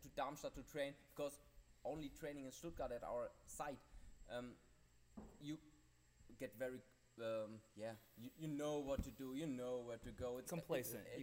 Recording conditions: busy venue